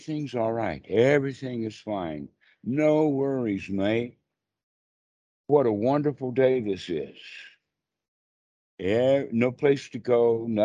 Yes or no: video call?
yes